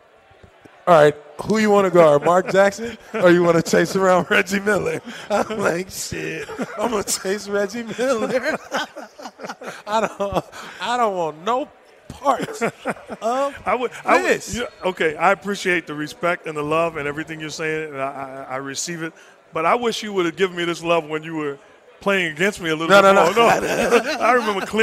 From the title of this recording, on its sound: Recorded at Summer League